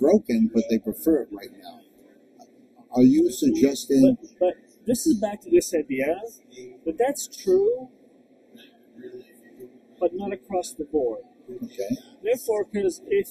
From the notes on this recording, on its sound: LIVE From hlth 2023.